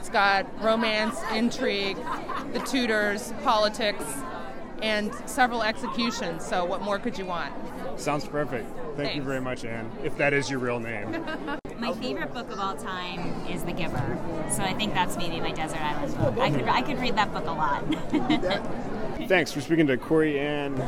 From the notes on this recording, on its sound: asks authors and attendees at the 2015 Books by the Banks festival